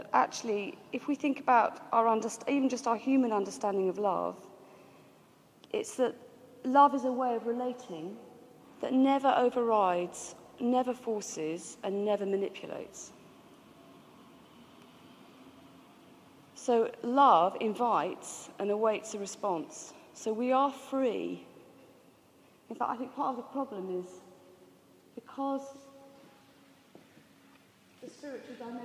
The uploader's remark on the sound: This was recorded in the Moot Community's 'Giving Up for Lent' course at the Guild Church of St Mary Aldermary in the City of London on Wednesday 17th March 2011.